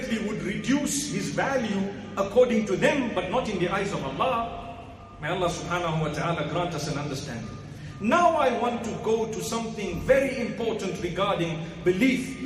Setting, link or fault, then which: setting, large echoing room